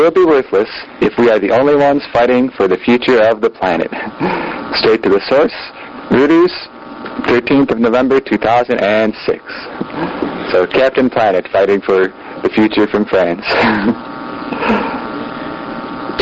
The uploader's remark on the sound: Our audio quality still kinda stinks for another week or two, but we’re working on it.